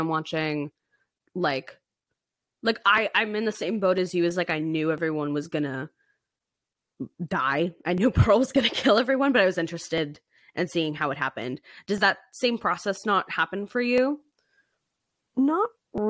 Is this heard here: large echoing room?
no